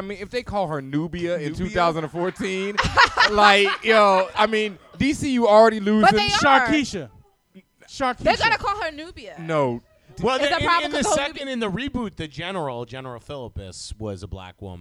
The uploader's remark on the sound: Live From Bergen St Comics.